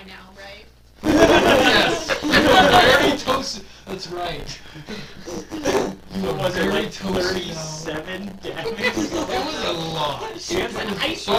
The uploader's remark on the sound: sorry for all the static.